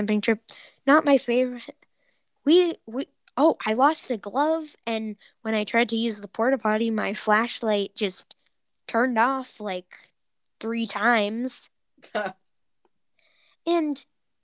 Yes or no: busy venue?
no